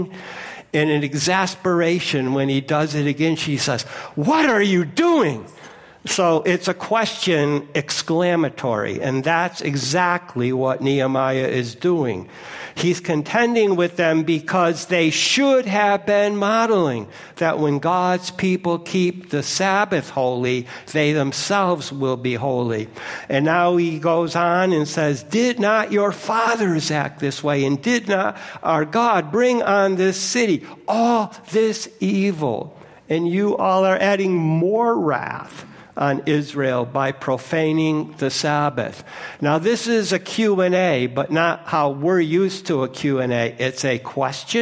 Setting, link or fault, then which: setting, large echoing room